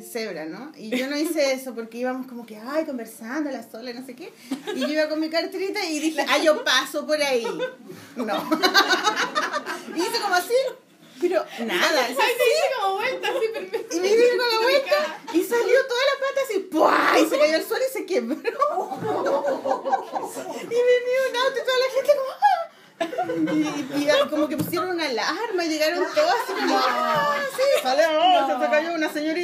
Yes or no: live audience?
yes